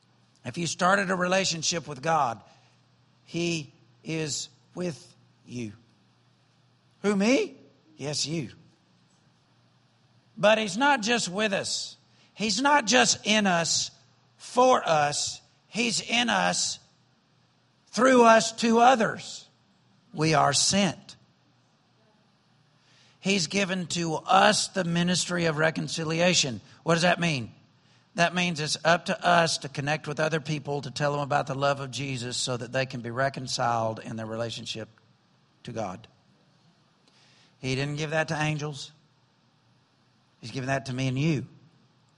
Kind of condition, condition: setting, large echoing room